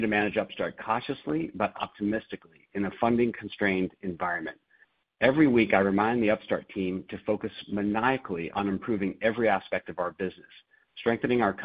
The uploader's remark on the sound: Second Quarter 2023 Earnings Conference Call.